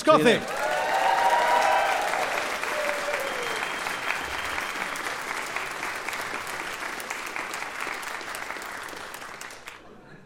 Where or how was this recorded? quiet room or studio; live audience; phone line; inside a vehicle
live audience